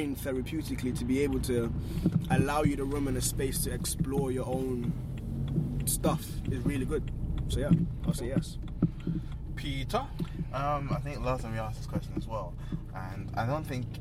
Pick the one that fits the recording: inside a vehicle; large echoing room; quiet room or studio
inside a vehicle